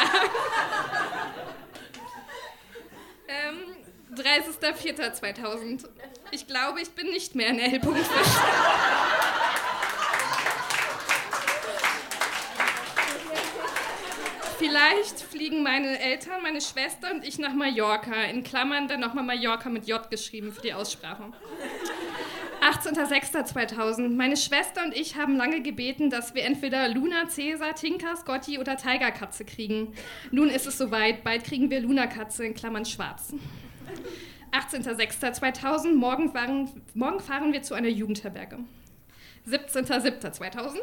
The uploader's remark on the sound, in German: Ausschnitte aus der Veranstaltung vom 09.12.2018 im Monarch, Berlin. Texte von gestern“-Liveshow am 09.12.2018 im Monarch, Berlin. Unser tolles Publikum.